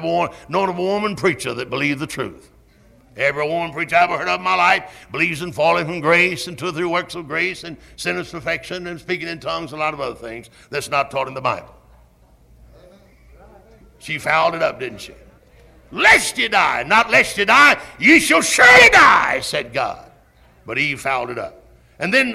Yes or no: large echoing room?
yes